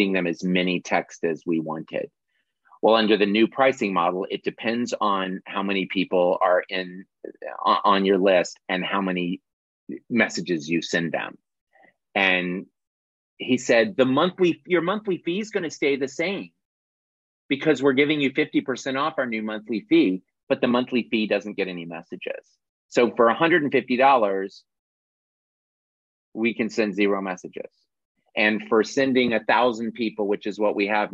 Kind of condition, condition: link, video call